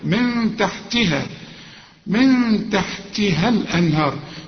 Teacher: نون بعدها تاء والتاء من حروف الإخفاء هنا عايزة غنة